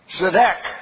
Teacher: three consonants, TZ or TS, a double consonant sound, D, and sort of a cough sound